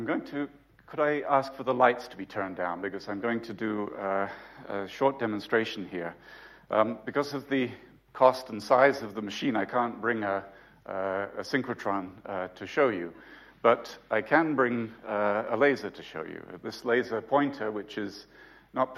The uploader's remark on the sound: UCL Lunch Hour Lecture.